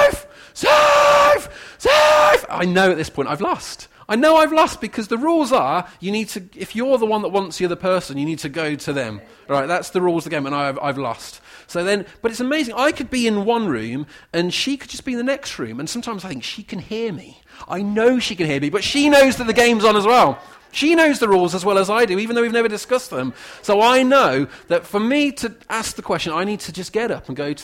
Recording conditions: large echoing room